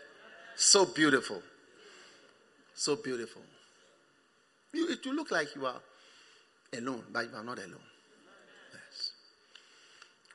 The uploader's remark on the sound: Preached at the First Love Center, Accra.